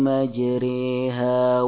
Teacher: Imalah adalah memiringkan bunyi huruf yang difathah kepada harokat kasroh. Alif yang terletak setelah huruf yang difathah juga dibaca imalah, condong kepada ya.